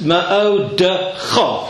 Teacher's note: stress on the cha